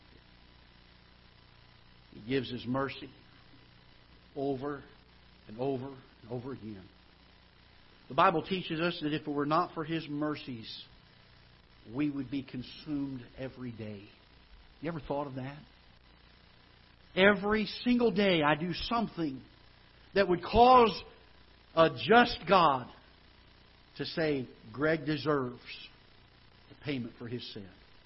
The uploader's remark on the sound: Ketha Heights Baptist Church ~ Live Broadcast